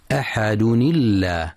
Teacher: فينطق التنوين في أحد مكسورا، ولذلك تنطق اللام في لفظ الجلالة مرققة عند الوصل أحد الله قوما الله.